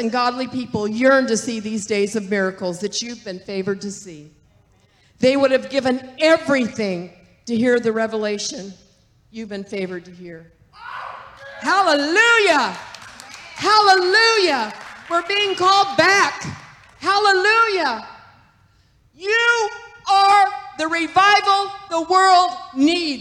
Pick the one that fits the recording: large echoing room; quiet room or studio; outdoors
large echoing room